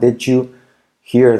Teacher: La D como, la I como E, la D con la Y se convierte en un sonido J.